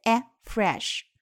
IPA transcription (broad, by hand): freʃ